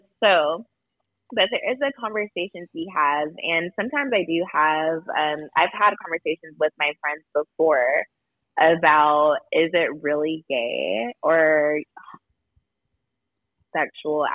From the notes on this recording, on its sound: phone a friend